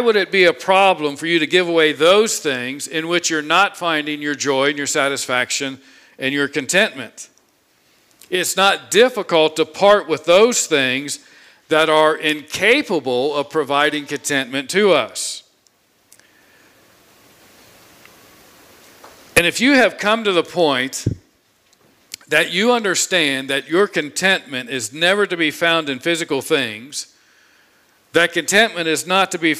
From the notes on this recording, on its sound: This sermon was preached on Sunday, July 18, 2021 from the pulpit of Grace Community Church in Berea, KY.